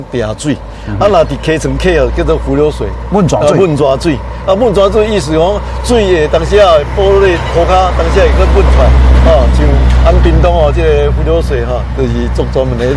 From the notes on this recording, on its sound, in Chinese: 雲林古坑乾旱現場